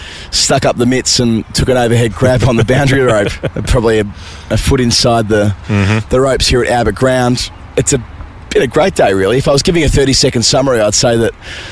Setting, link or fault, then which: setting, outdoors